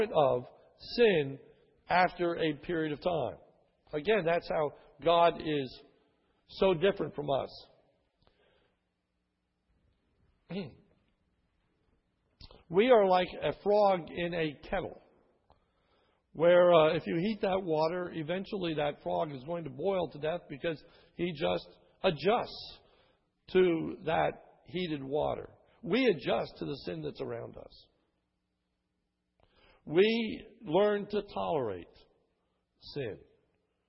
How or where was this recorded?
large echoing room